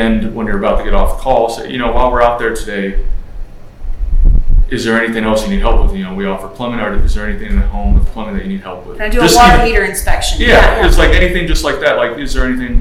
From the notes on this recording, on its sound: on location at ServiceTitan's Marketing for the Trades Summit in Glendale, CA